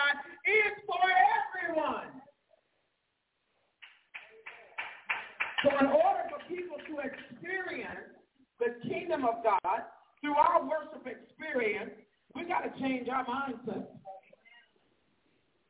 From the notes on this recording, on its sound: The Greater St. Stephen Missionary Baptist Church. Live from Portland Oreong.